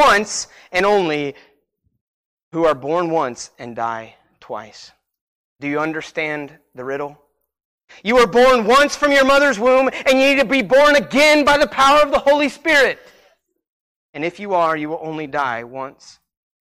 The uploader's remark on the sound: Sermon Preached at Christian Fellowship Church Peru,